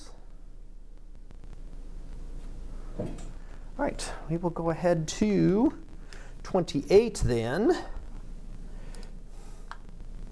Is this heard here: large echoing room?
yes